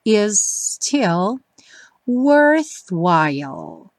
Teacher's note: You'll find that life, that life, de novo suspense aí no T da consoante oclusiva is still worthwhile. Is still, juntando os dois S's, fica um S um pouquinho mais longo, mas não tem dois ataques